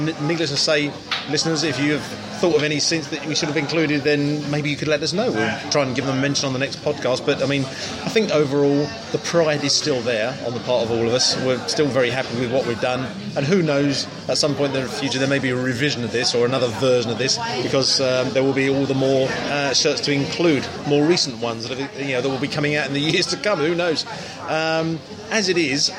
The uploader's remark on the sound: Having found a pub that would accommodate us four unashamed kit nerds, it wasn't long before a podcast was recorded